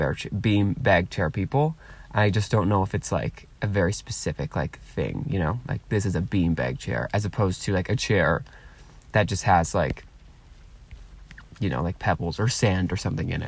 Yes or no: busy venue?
no